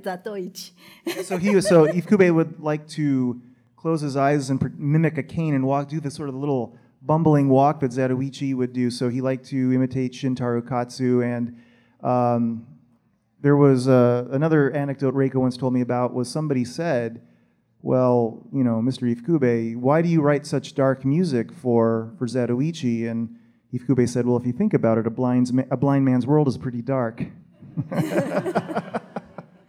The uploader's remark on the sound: Live at G-Fest 2019.